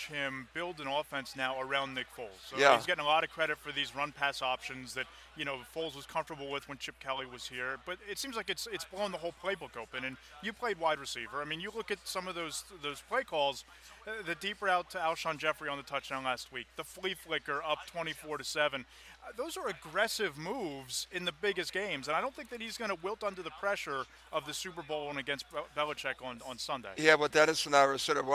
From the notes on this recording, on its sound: Recorded from Radio Row at Super Bowl 52